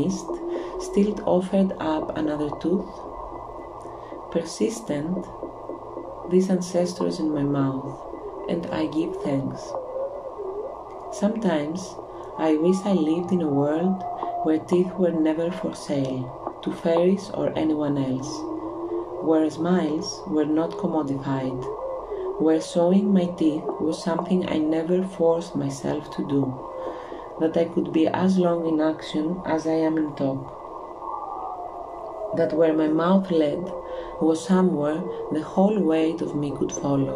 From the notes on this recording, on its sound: The sound scape is recording of the the artcic sea by the site of the Ocean conservation research. Today there is a walrus accompaning the reading.